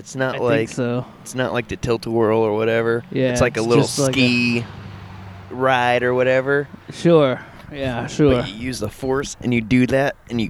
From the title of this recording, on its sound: Night Time Outside Podcast